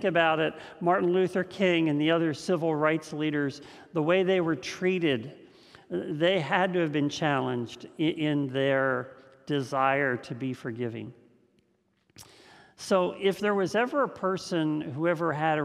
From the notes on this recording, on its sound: This message was first preached on July 4th 2021 at Linglestown Life Church in Harrisburg PA.